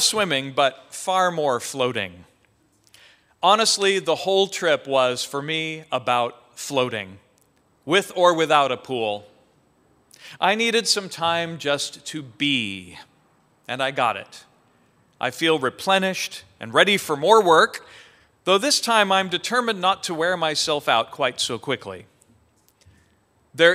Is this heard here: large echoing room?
yes